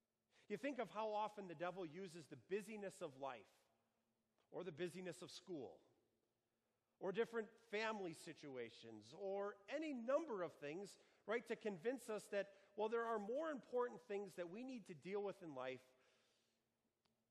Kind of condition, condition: setting, large echoing room